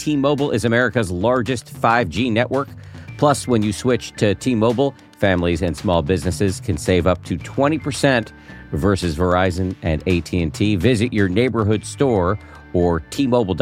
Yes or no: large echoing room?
no